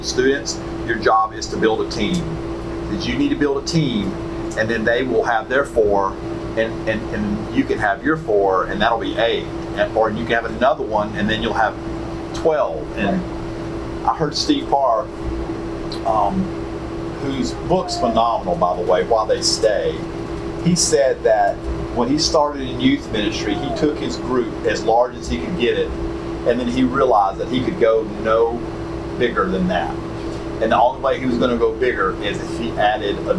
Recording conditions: poor sound quality